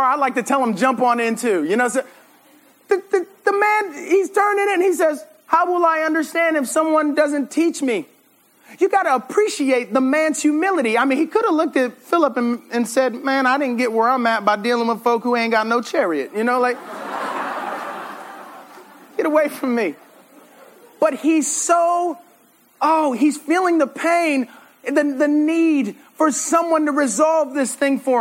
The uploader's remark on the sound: This sermon was preached at RUF summer conference in 2017.